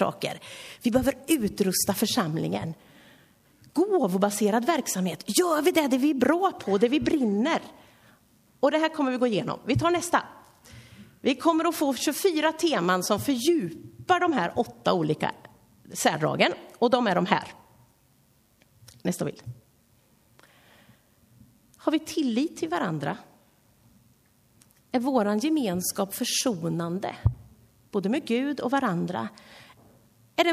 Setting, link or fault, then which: setting, large echoing room